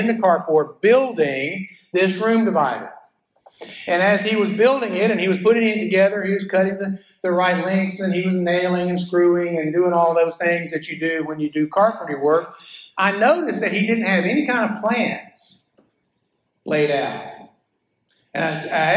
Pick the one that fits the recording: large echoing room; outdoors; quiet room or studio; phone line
large echoing room